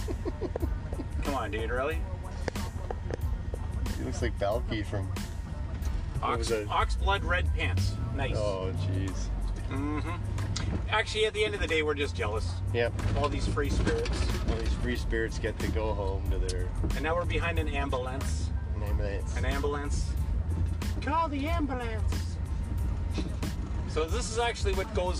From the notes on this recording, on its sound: Funny interview while driving through Young Street.